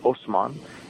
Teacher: originally in Arabic it's Othman, which is with a th sound, but Turkish people can't pronounce th, so they say s instead